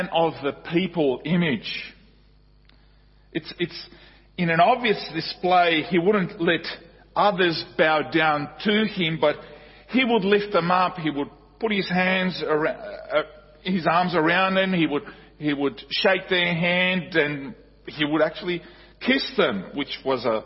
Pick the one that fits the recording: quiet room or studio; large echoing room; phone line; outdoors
large echoing room